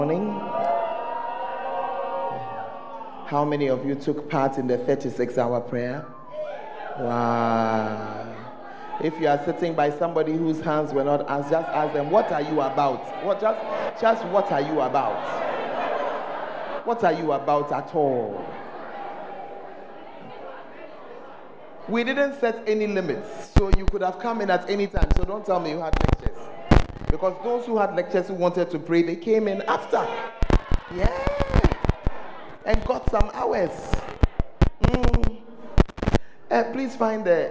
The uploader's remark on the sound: at The Fountain of Life Cathedral during The Presence Service